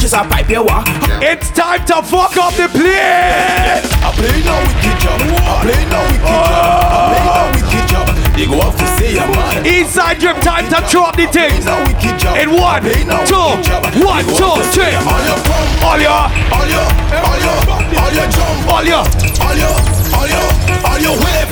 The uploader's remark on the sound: LIVE AT WUK U SUMMER SCHOOL!